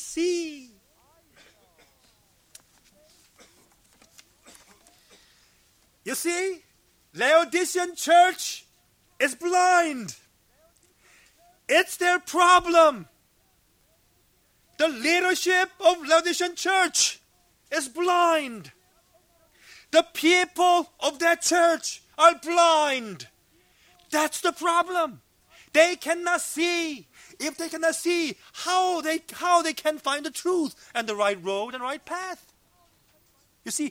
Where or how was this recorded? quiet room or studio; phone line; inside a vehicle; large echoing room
large echoing room